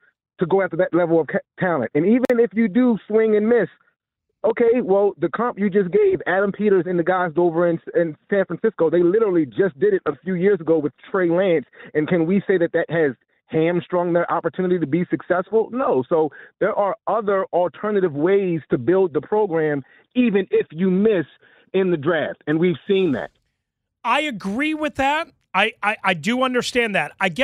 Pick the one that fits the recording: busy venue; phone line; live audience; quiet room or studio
phone line